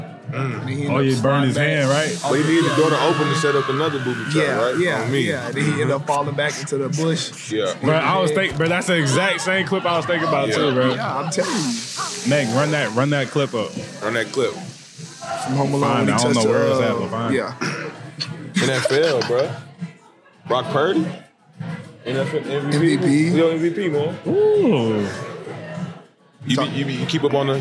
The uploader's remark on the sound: Recorded at Eskimo Joe's on Tuesday, December 19, 2023.